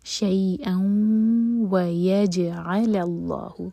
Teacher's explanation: تک، تکرہو شیئاً ویجعل اللہ، شیئ مدلین، فتح کو یا سے جوڑا جا رہا ہے، حمزہ کی تنوین کے ساتھ واو ہے تو یہاں پر ہم مرج کریں گے تنوین اور واو، ناک میں آواز لے جائیں گے اور دو سیکنڈس کا ٹائم دیں گے